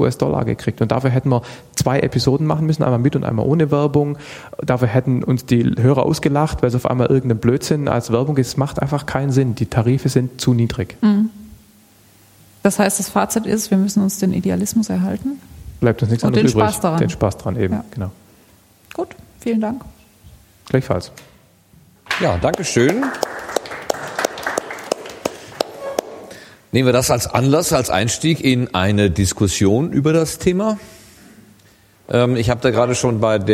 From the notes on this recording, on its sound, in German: Ganzohr2014-Podcastertreffen. Live vor Publikum.